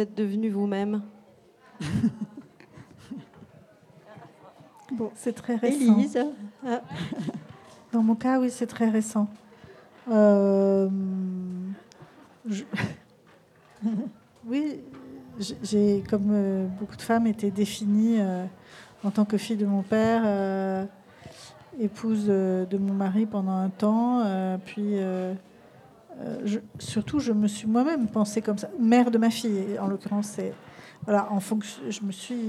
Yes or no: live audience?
yes